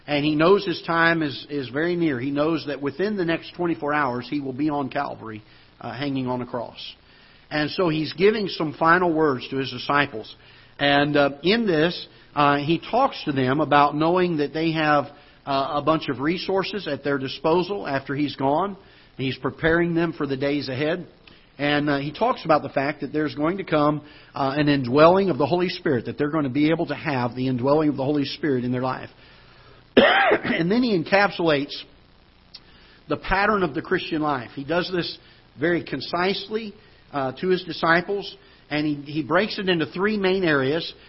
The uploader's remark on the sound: Ketha Heights Baptist Church ~ Live Broadcast